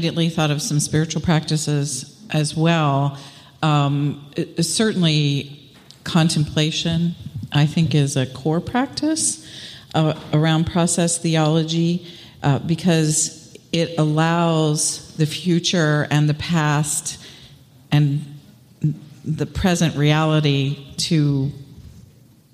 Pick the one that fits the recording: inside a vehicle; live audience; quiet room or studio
live audience